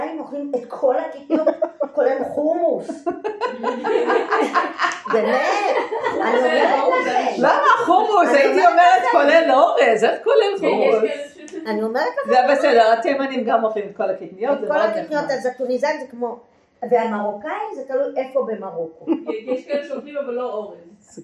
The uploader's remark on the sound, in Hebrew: הקלטת מפגש של תלמידות בית המדרש מתן שומרון